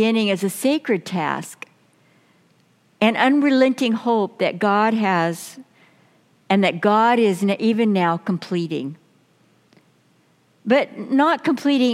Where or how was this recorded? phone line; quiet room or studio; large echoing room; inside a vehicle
large echoing room